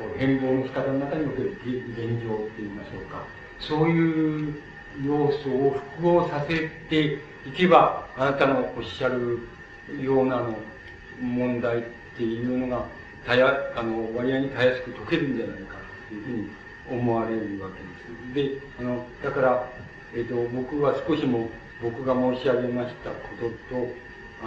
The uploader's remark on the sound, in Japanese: 主催：日仏学院 後援：フランス大使館 場所：東京日仏学院ホール。音源は客席から録音されたが 周辺のノイズが入っているほかは 比較的クリアに収録されている。